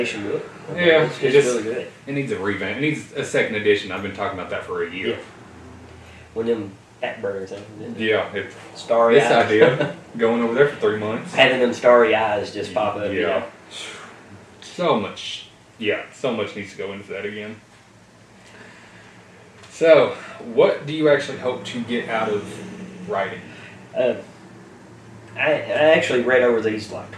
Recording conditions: poor microphone